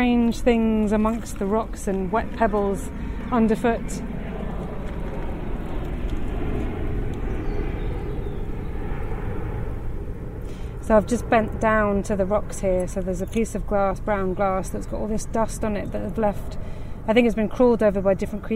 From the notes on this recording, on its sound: This podcast is recorded in 3D sound! Join her out and about as she captures those small, magical moments of everyday life, in sound.